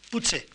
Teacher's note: esta que escribimos TS, pero que no pronunciamos TS, pronunciamos una CHE, una CHE africada, PUCHE. Este sonido, desde el punto de vista funcional, desde el punto de vista fonemático, será un fonema o será todavía susceptible de ser descompuesto en dos fonemas, la T por un lado y la S por el otro.